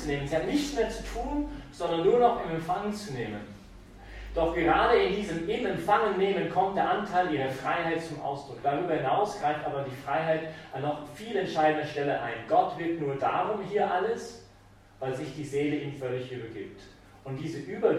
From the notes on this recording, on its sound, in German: Die Predigt fand während der BeFree Messe. Im Zentrum Johannes Paul II.